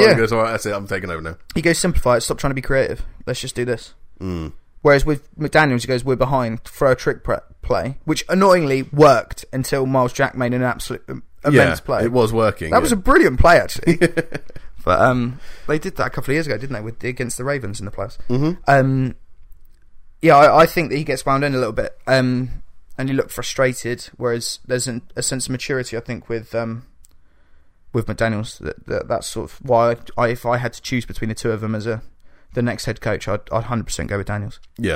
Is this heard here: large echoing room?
no